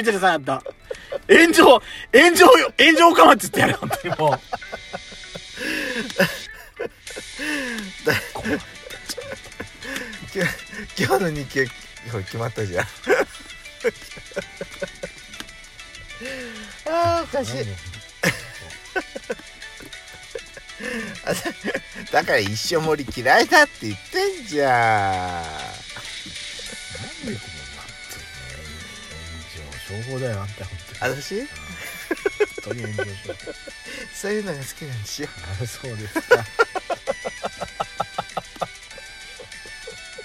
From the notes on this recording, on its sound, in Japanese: パーキング収録。